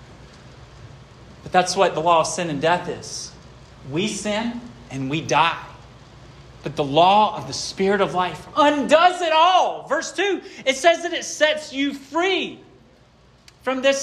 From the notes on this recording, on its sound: This sermon was preached at Hope Fellowship on March 19, 2023